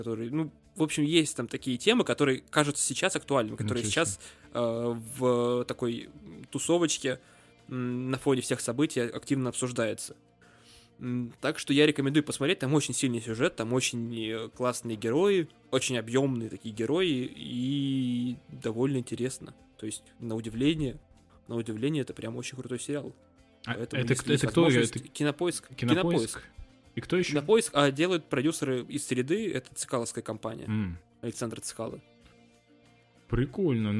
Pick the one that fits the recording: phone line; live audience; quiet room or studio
quiet room or studio